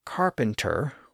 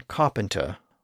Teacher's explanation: It also appears that the dialect was rhotic, so the R sound was pronounced after vowels · Shown in: first take · though the nature of that R sound probably varied.